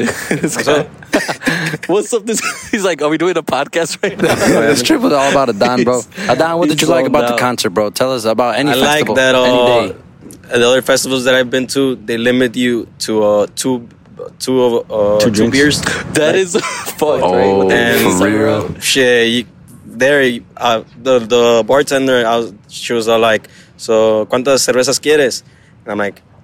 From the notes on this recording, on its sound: On the shore of downtown Miami as the podcast was recorded outside. FYI their voices were gone from all the ragers.